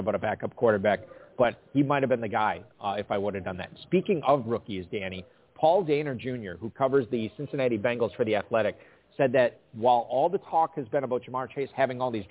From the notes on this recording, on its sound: Live at the 2021 Kentucky Fantasy Football State Championship (KFFSC). Broadcasting from Louisville at the 2021 Kentucky Fantasy Football State Championship (KFFSC).